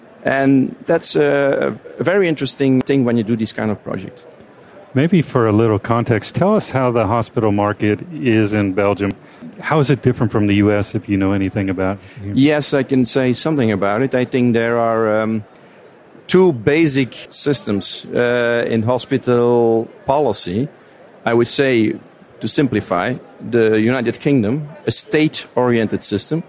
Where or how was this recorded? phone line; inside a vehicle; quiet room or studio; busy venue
busy venue